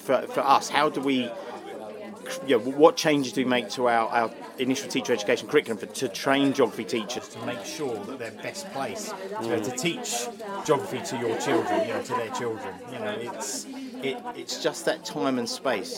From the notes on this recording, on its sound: Geography Teacher Educators Conference 2024. This shot of geography-laden caffeine is a break-time chat at the Geography Teachers Educators Conference, that took place at the end of January 2024 in York.